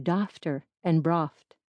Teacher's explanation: A GH before T was pronounced like F